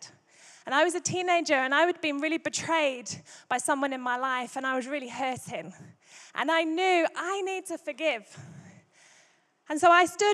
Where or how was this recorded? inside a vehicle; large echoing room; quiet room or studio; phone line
large echoing room